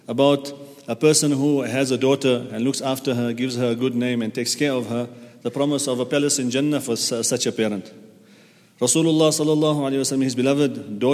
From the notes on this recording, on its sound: at the Houghton Masjid (West Street)